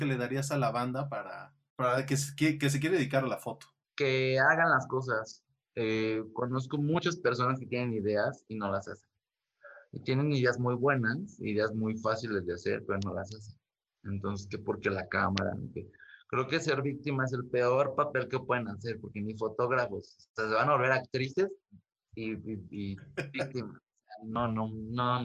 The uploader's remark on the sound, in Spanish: entrevisto vía zoom